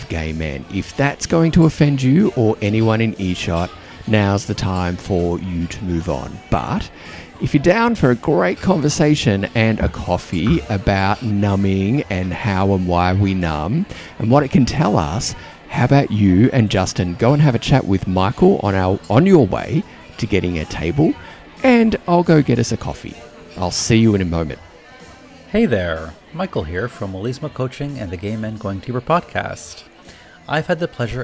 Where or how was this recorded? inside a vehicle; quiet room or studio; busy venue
busy venue